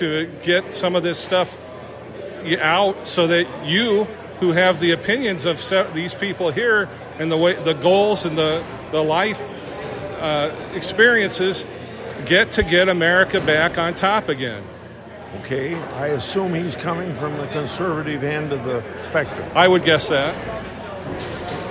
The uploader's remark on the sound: Press Conference in Washington County Iowa